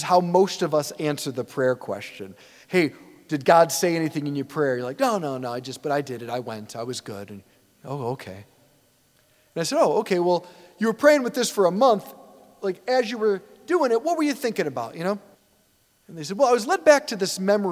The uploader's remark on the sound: preached this homily on January 14, 2024 at St Basil the Great Catholic Church in Brecksville, OH